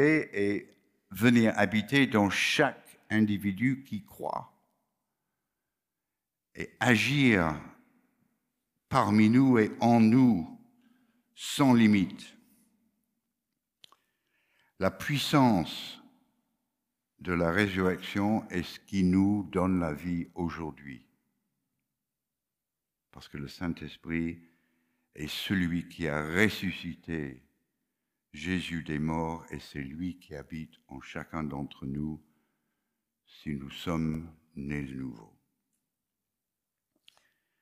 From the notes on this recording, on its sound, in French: Enregistré à l'église CVV, le 09/01/2022